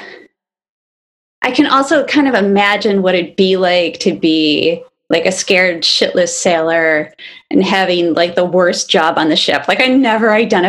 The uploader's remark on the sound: via zoom